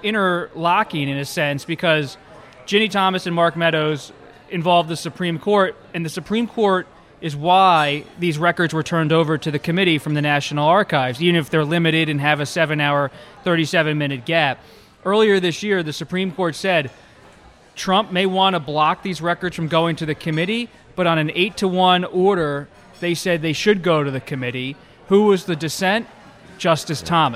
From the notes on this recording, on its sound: at Chef Geoff's in Washington, DC's West End neighborhood